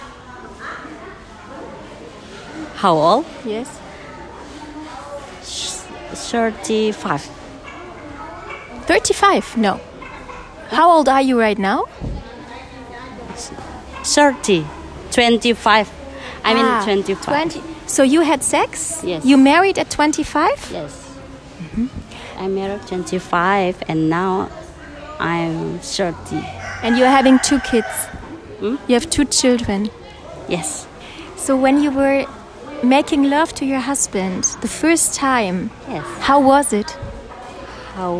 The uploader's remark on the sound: Live from a market in Lombok, Indonesia. Since I was traveling alone, I decided to stroll through the local market in hopes of grabbing a chilled coconut.